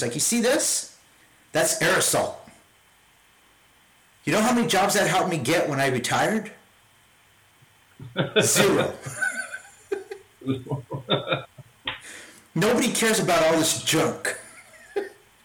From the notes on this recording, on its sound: My apologies for the sound quality, I'm am self-teaching on how to edit the audio.